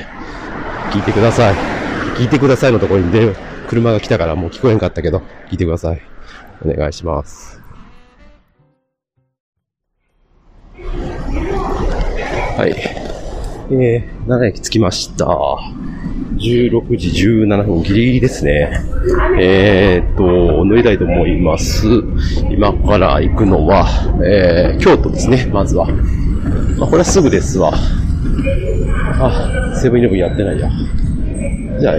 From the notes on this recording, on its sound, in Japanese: 青春18きっぷを使用してふらりと城崎温泉まで行ってみました。ロケにつき雑音が多めですがご了承ください。